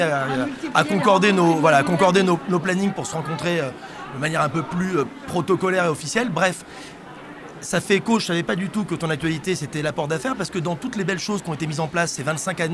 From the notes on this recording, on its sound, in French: Ce podcast a été enregistré à Immo, le congrès de la FNAIM à Paris, les 4 et 5 décembre 2023. Ce podcast a été enregistré à Immo, le congrès de la FNAIM à Paris, les 4 et 5 décembre 2023.